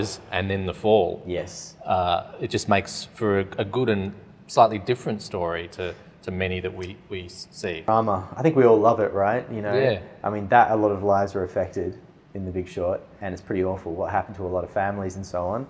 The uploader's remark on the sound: All on location at the RMIT Capitol theatre for the Melbourne International Film Festival 2023.